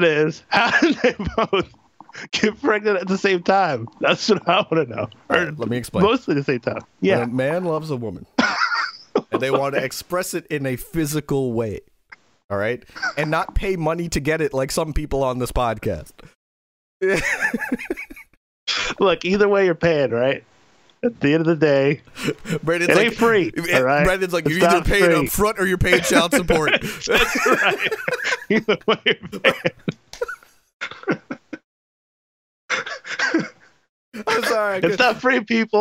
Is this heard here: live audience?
no